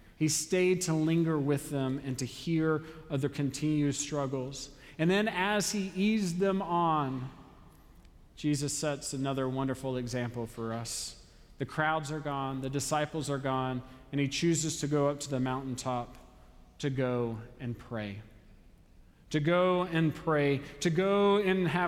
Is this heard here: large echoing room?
yes